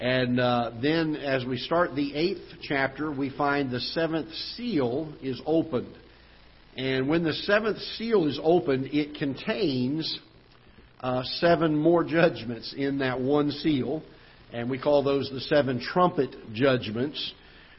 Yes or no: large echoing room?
yes